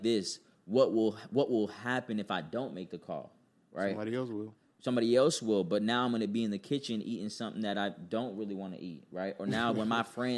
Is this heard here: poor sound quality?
no